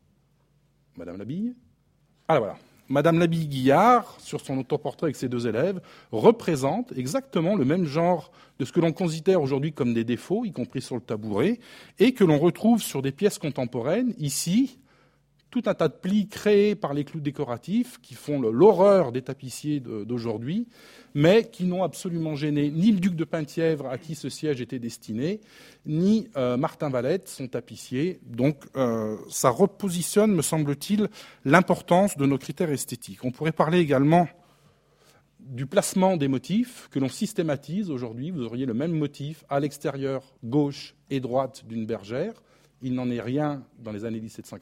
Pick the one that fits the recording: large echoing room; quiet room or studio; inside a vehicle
large echoing room